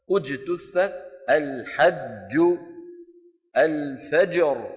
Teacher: إذن هذه الجيم يجب أن يكون صوتها محبوس الصوت محبوس النفس